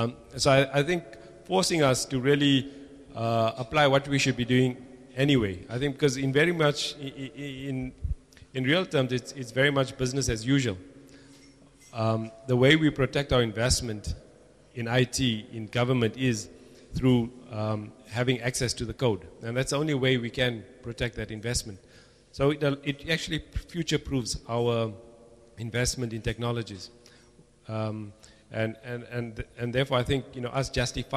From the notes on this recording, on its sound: Recorded at Open Everything Cape Town, August 22, 2008.